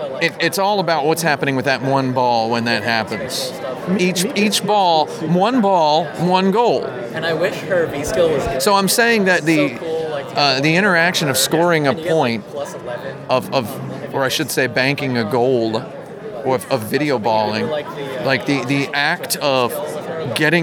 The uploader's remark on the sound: at Game Developers Conference 2016